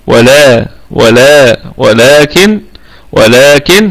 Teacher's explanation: طيب ولكن، ولكن الكلمة كلها مرققة، واللام فيها مد طبيعي وصلا وقفا، ولا ولا ولكن ولكن هكذا، ولكن النون ساكنة، يعني نقف على الكلمة بوجه واحد بالسكون المحض، ولكن هكذا، وغنة النون في الدرجة الرابعة.